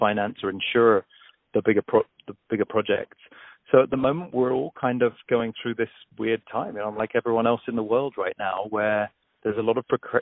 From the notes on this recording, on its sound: On the phone.